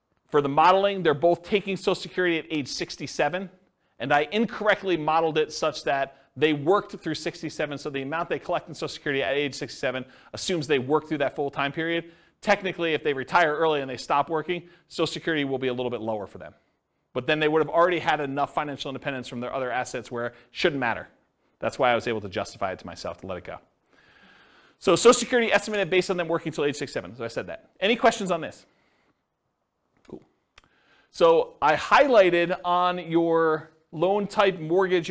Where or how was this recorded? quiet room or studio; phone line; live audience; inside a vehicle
live audience